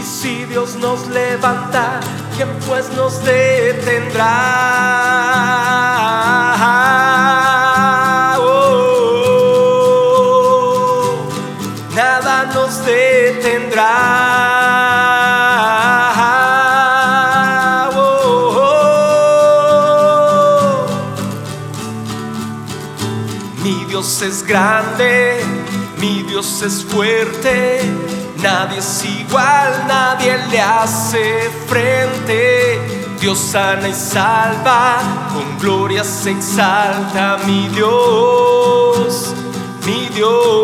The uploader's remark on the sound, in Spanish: Grabación en Vivo desde San Marcos, Guatemala